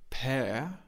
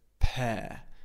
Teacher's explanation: In British English, we have a non-rhotic accent. That means the R at the end of the word we don't pronounce. · Shown in: second take · So we don't say pear, we say pear.